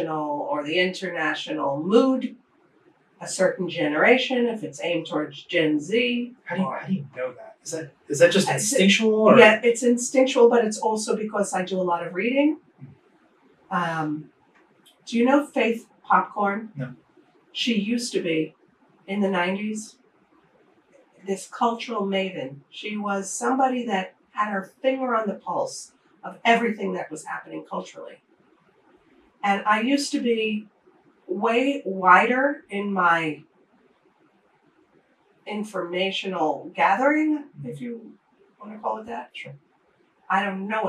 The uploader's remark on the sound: Please bear with us as we had to rely on camera audio due to technical issues.